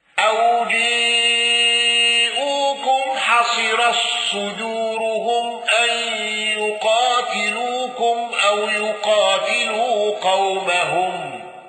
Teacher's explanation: الداجوني عن هشام بالإمالة والإدغام واندرج معه ابن ذكوان وخلف العاشر